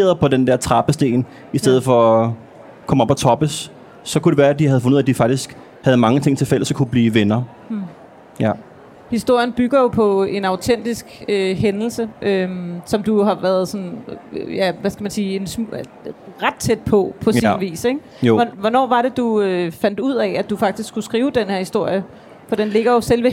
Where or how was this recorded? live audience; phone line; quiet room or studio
live audience